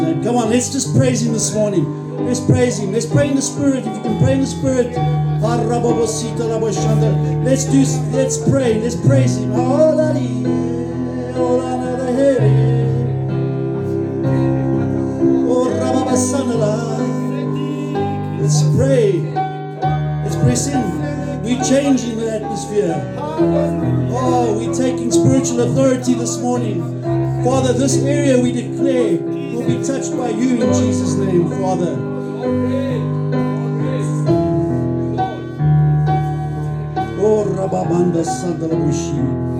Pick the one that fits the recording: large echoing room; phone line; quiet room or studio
large echoing room